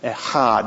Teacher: You have to say it in the back of your throat. It's a guttural sound.